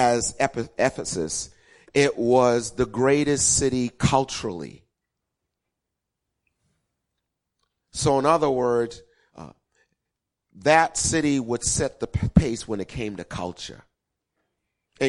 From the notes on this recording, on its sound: Recorded 02-14-2016 8:30am Service